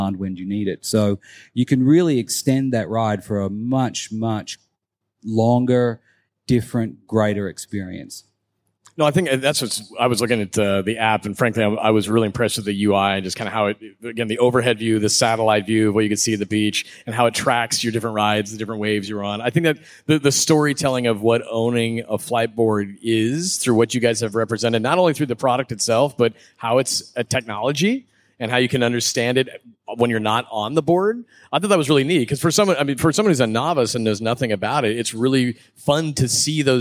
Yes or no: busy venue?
yes